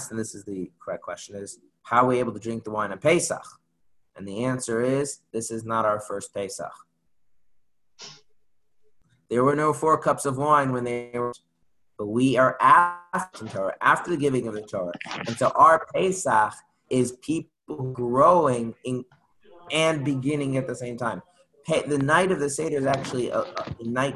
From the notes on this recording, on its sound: Zoom Class